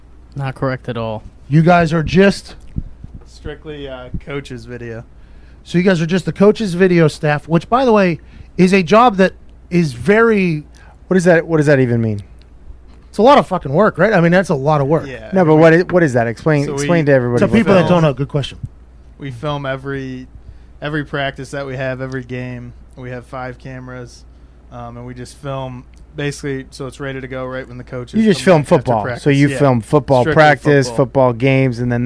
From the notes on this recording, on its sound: Record the show live from the box truck in Greenville, North Carolina.